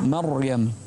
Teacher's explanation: انتبه إلى مريم الراء، فخم الراء